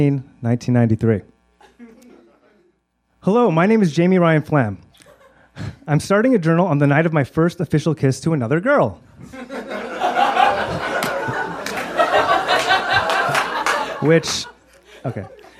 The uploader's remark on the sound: Perform live at the late, lamented Improv Lab- back when live shows were still gonna be a regular thing.